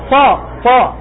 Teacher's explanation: تسمع جريان نفس الذي هو همس، وتسمع جريان صوت الذي هو رخاوة، وتسمع تفخيما الذي هو استعلاء، تسمع صوت مبالغة في التفخيم قف صا هذا إطباق، وتسمع أيضا صفيرا الذي هو الصفير. · Term: حرف الصاد